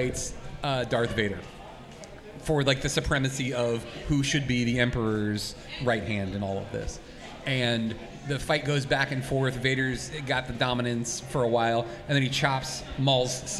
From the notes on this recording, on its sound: Live From Free Comic Book Day 2023! Live at Tosche Station for Free Comic Book Day 2023!